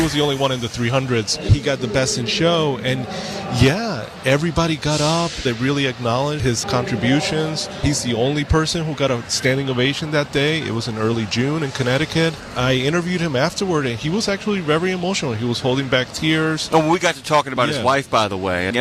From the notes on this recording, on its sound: in a safe area within the driving course